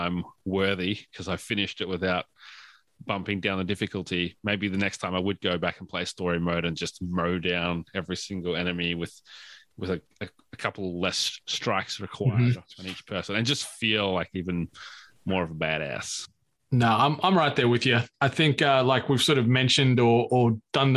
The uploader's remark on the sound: Deciding to unsheathe their Audio-Technica microphones. We did encounter some technical issues during our recording, and as such, had to pivot to our backup track recorded via Zoom. This track is lower in quality than what we usually release so we apologize for the inconsistences in the final episode.